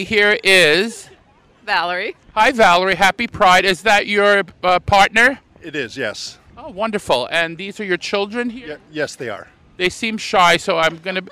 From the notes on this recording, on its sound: At Bloomington Pride 2023. Talks to attendees of the Bloomington Pride Festival.